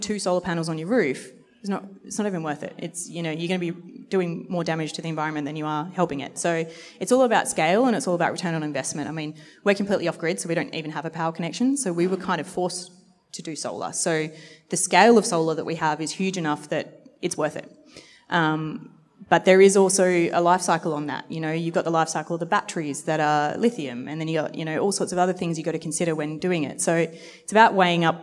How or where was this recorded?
busy venue